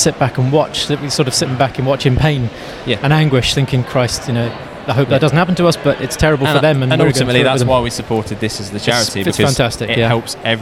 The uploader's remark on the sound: We are LIVE from the Digital Accountancy Show 23 (DAS). We are LIVE from the Digital Accountancy Show 23 (DAS).